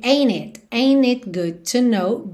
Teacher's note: Atenção, como você não ouve T de ain't, ok?